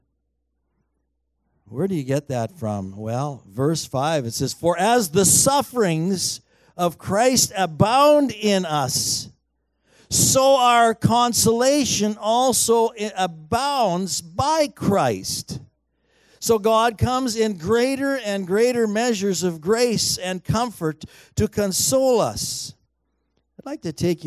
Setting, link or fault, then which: setting, large echoing room